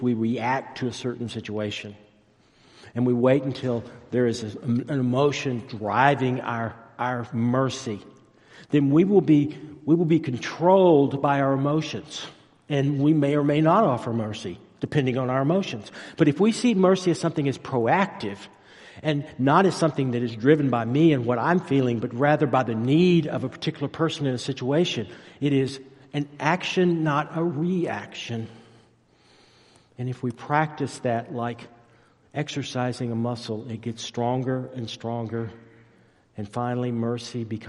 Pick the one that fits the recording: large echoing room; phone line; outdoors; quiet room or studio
large echoing room